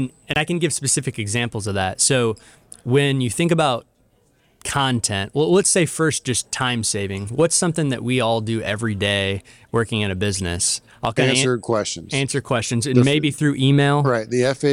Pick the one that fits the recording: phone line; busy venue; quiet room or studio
busy venue